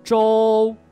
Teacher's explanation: 注意末尾的第一声，不能掉下来了啊。舟，要保持它的高和平。